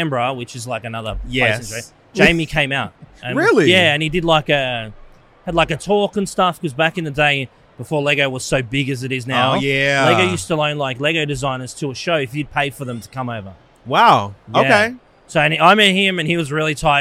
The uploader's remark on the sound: filming live on location at Brickvention 2023